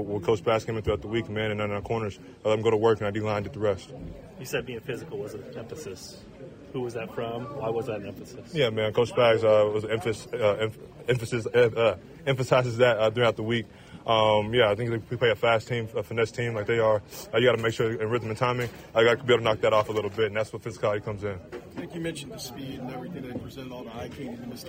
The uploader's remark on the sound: Press conferences and locker room audio from Arrowhead.